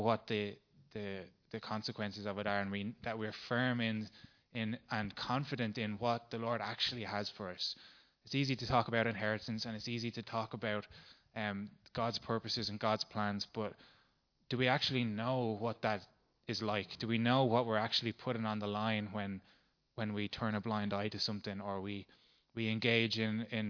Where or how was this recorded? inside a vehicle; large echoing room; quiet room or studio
large echoing room